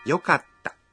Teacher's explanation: Para pronunciar yokata, faça uma pausa depois de ka.